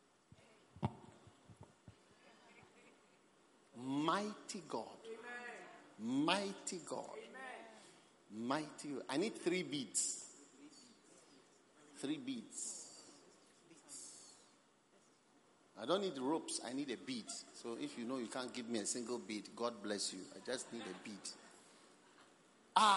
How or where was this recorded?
large echoing room